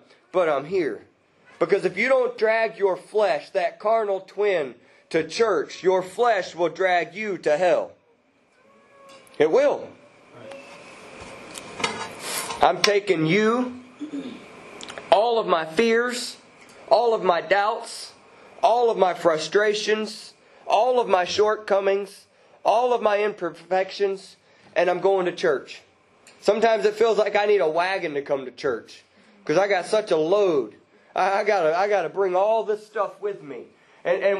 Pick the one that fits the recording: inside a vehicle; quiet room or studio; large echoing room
large echoing room